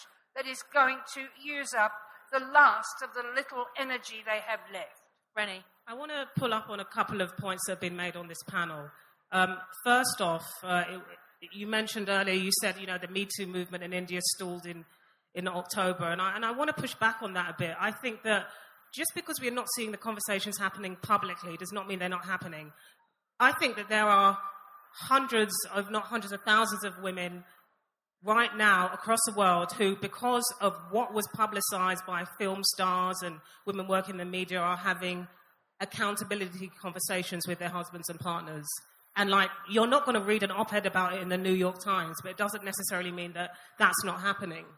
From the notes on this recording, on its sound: This episode is a live session from #ZEEJLF2019.